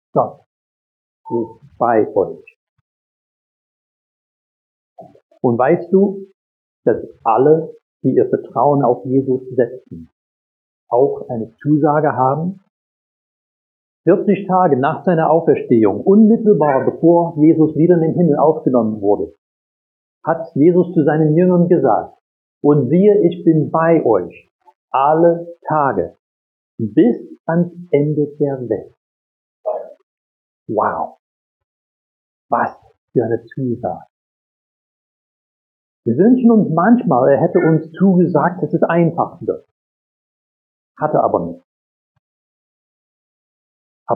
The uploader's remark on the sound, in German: Predigt aus dem Gottesdienst vom 24.